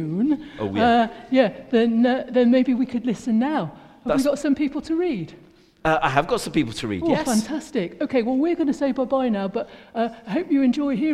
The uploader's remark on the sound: A Recording of the All Age Carol Service